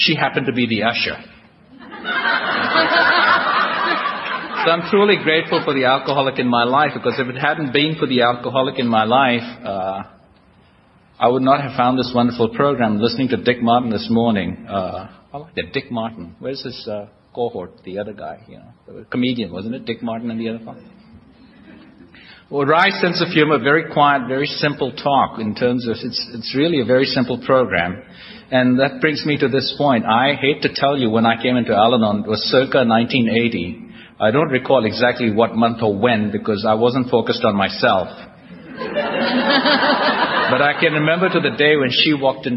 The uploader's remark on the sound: recorded at the We Are Not Saints AA roundup in 2007